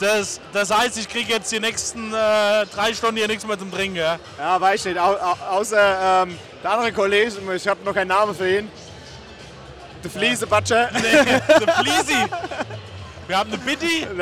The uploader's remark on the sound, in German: live aus dem Waldstadion in Frankfurt